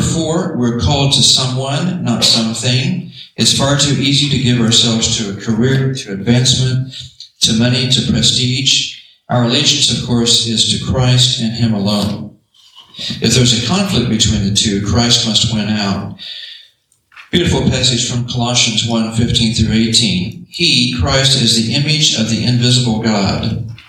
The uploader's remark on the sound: at a Young Leader's Development Conference February 18, 2023 in Wichita